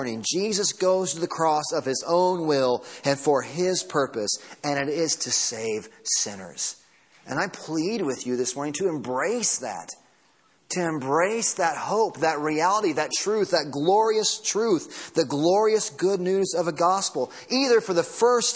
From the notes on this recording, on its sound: Sunday Morning Sermon Audio